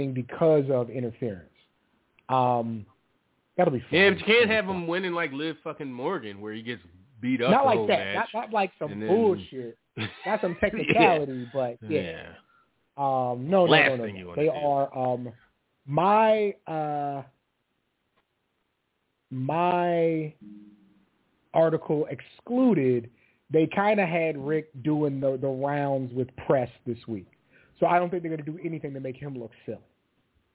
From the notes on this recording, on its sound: Live calls. Leave a voicemail to be played on-air.